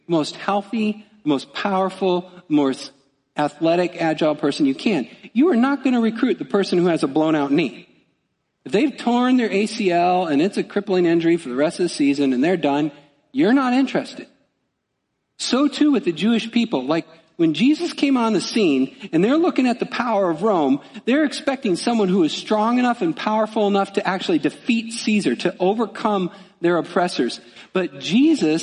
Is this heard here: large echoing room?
yes